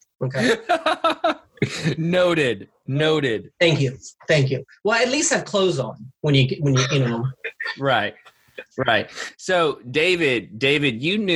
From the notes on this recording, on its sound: This episode is our last Zoom record, and we are excited to come to you from the studio next week!